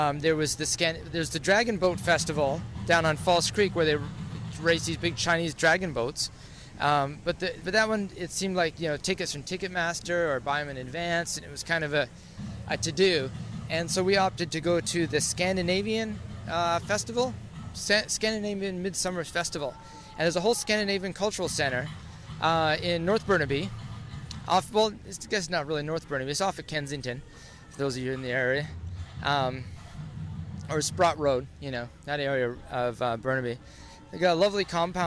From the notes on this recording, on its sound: While strolling around Victoria Park near Commercial Drive during Car Free Fest Day